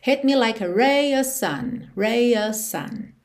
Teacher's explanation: De novo, a gente não tem of sun. A gente não ouve o V aí.